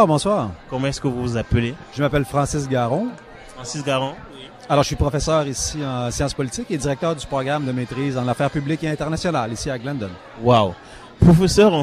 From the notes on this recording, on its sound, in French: Emission spéciale en direct du marché d'hiver du Collège Glendon, 14 décembre 2017